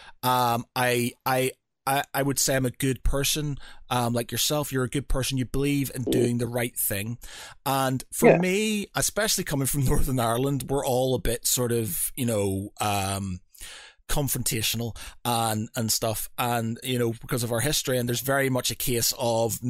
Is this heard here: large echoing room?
no